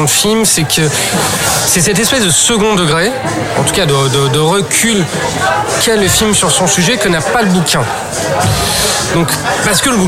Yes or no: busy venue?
yes